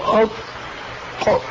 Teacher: الطاء ليس فيها استطالة، لما تنطق بالطاء ساكنة تقول أطق